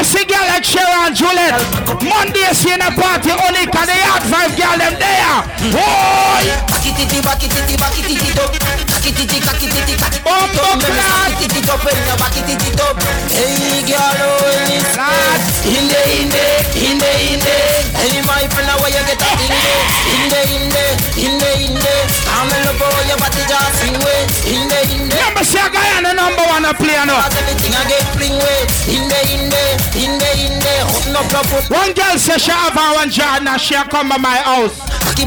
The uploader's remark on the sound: LIVE IN CRANE